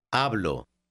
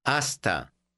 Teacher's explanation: Notice that the H is completely silent. You read the word just as if the H weren't there.